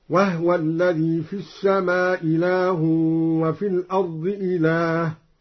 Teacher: قرأ الدوري بإسكان الهاء من وهو، وأسقط الهمزة على القصر والمد هكذا: وهو الذي في السماء إله وفي الأرض إله، وهو الذي في السماء إله وفي الأرض إله.